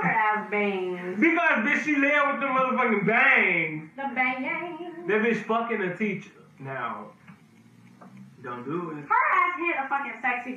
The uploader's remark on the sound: AUDIO MAY SOUND DIFFERENT ON THIS EPISODE.